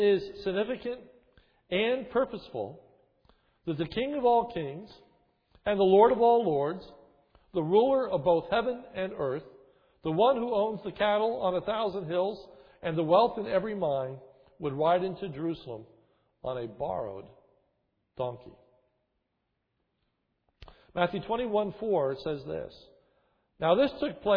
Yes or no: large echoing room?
yes